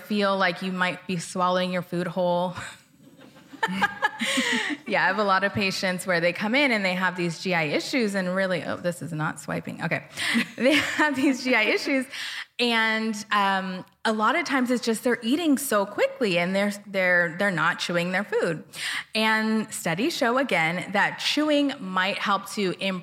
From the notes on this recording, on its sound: Recorded LIVE. We recorded this LIVE as part of their EPIC 2023 Wellness Summit.